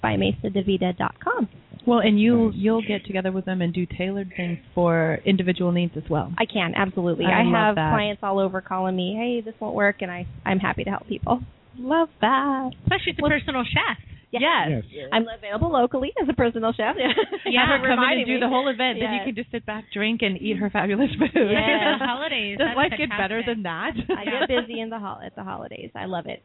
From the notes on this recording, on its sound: calling in from DC